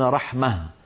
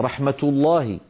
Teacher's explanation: وأغلب العرب في زمن النبوة يعاملون هذه الهاء في الوصل تاء، فيقولون مثلا رحمة الله، وإذا وقفوا يقولون رحمة، ففي الوقف يحولونها إلى هاء وفي الوصل ينطقونها تاء